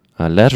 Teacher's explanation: A letter is going to have a nice firm R on it